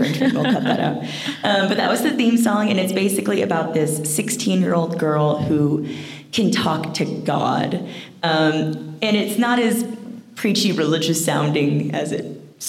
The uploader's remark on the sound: Live at Phoenix Fan Fusion.